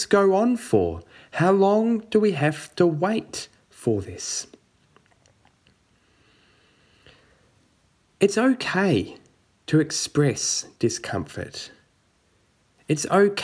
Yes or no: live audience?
no